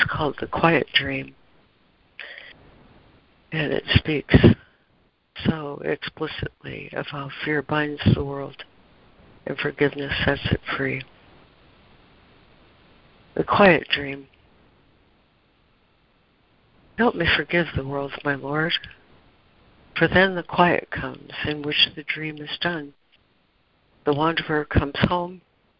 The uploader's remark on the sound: ACIM Daily Conference Call.